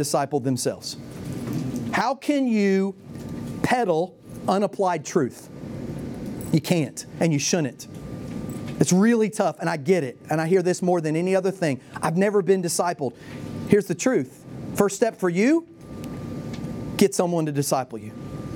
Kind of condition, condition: setting, live audience